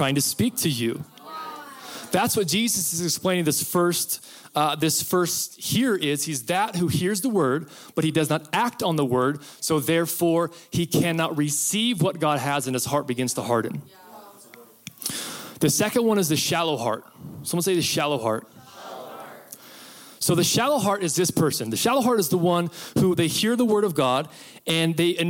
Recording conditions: live audience